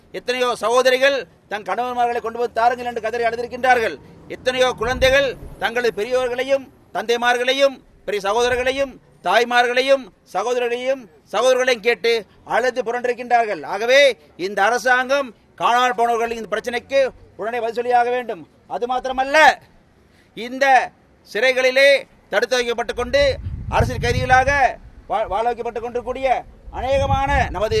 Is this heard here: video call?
no